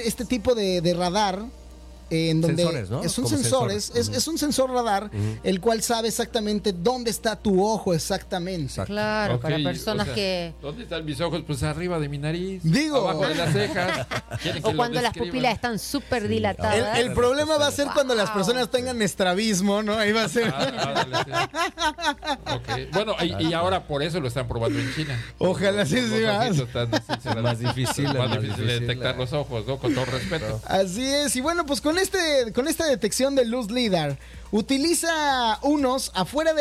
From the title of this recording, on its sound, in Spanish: GRABADO EN VIVO